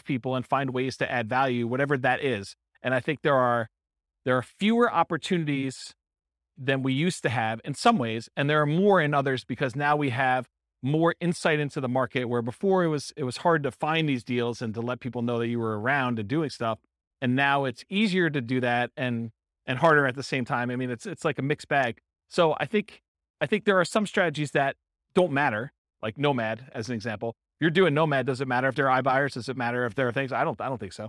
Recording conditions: live audience